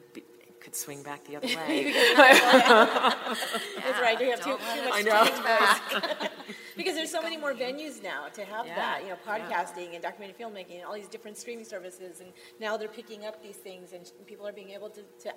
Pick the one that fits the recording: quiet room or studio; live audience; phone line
live audience